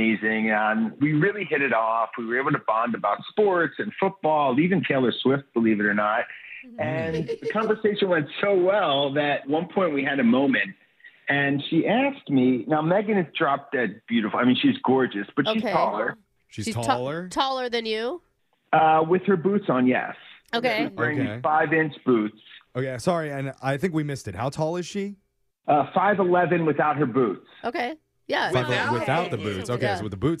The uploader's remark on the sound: The guy on the phone today